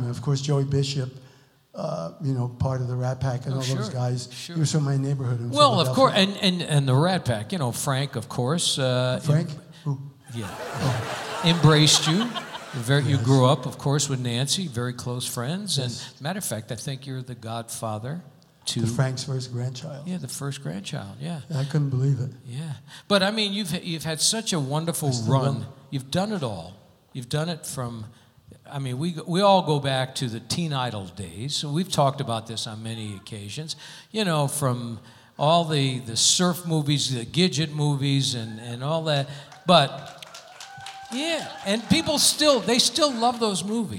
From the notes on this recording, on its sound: Live at the SouthPoint Casino